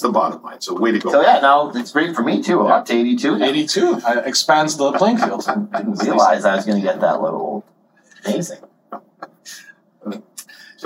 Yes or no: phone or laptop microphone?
yes